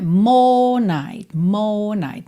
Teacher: Não enrola a língua no R. É claro que se você quiser, pode cantar more night, ok?